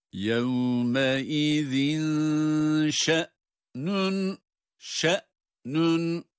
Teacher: يَوْمَ اِذِنْ شَ derken burada tenvin, يَوْمَ اِذِنْ tenvin var ama tenvinden sonra şin harfi gelmesi itibariyle burada bir ihfa kuralı oluşuyor.